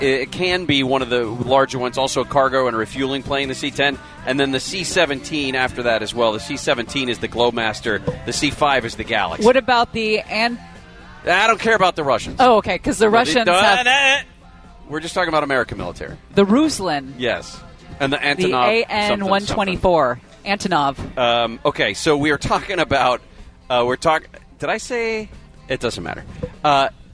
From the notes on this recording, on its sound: We are LIVE from the Great Pacific Airshow in Huntington Beach all day today!